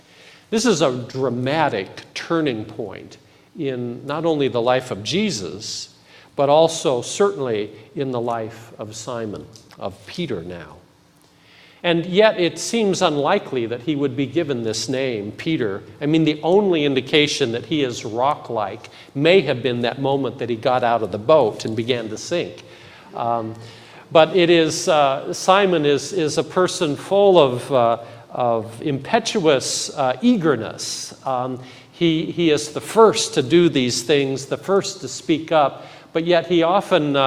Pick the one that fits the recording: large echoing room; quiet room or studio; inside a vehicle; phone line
large echoing room